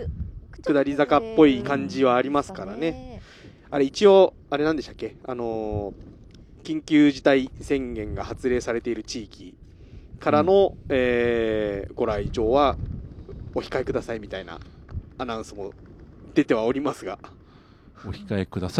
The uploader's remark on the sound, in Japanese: 屋外での収録のため、風の音やカエルの鳴き声等で御聞き苦しいところがあると思いますがご了承ください。益子のリアルな音を体感していただくため、あえてBGMを入れていません。